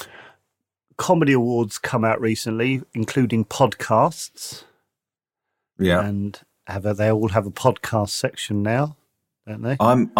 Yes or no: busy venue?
no